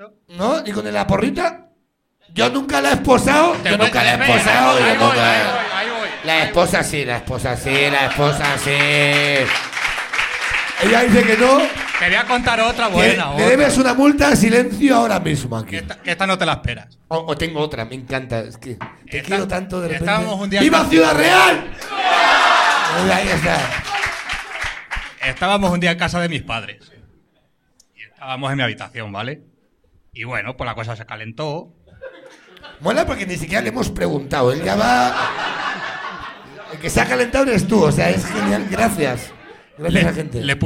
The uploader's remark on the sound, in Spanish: Programa grabado en BEER STATION (Madrid)